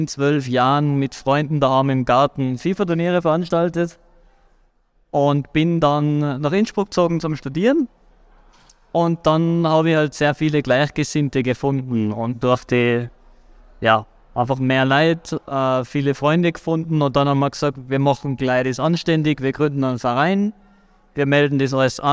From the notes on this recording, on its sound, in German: Live Podcast aus der Pineapps Gaming Area